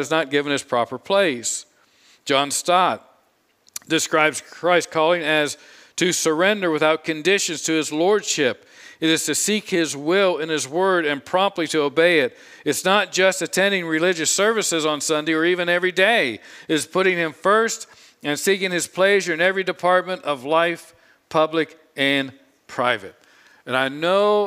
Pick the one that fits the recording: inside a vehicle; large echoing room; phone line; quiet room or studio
large echoing room